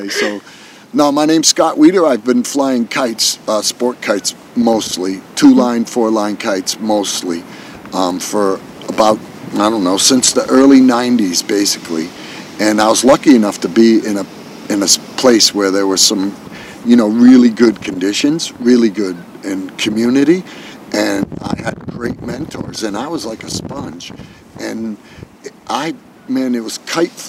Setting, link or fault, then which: fault, wind noise